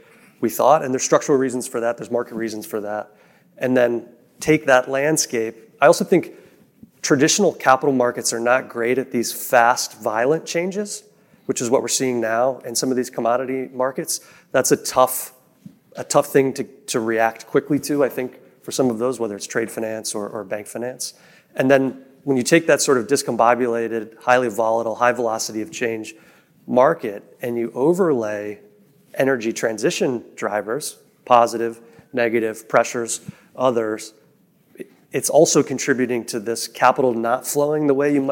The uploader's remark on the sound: In this panel recording. The panel was recorded at the Reuters Events Commodity Trading USA event.